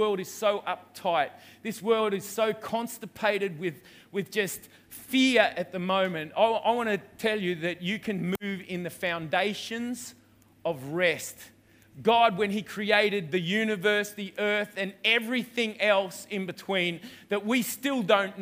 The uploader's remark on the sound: Delivers the word for River Edge Church. This message was recorded on 19/01/2020 at the 11am gathering.